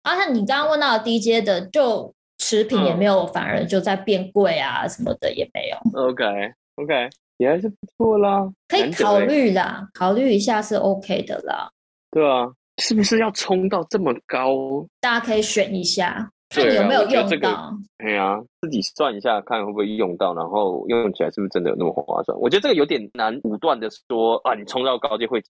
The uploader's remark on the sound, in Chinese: 正在隔離中。因此無奈我倆只能線上錄製，音質方面無法與過往相比較，還請大家見諒！